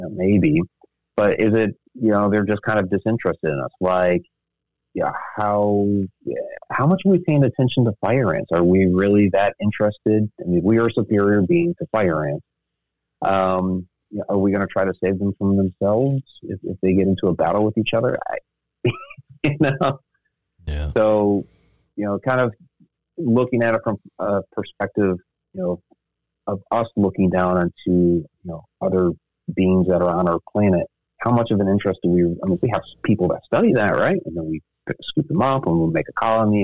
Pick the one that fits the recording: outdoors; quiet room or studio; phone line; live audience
phone line